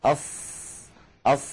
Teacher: نجد بأن الهواء والنفس يتدفق مع حرف الصاد · Term: الهمس